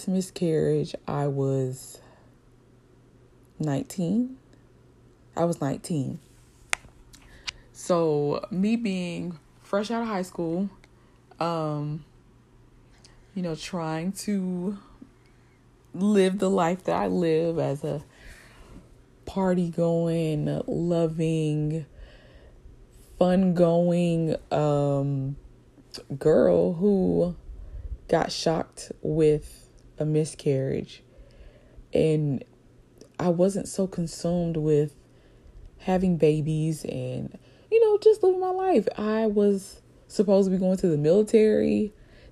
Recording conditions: sounds in the background